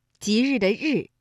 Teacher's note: 日呢，是属于翘舌音的哈，也就是舌尖向上翘起